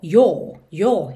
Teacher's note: Pode ser que tenha lugares com sotaques um pouquinho mais fechado. O próprio inglês britânico, ele já fecha um pouquinho mais esse som do O.